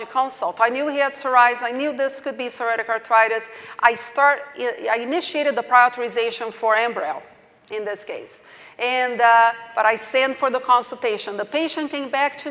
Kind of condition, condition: setting, large echoing room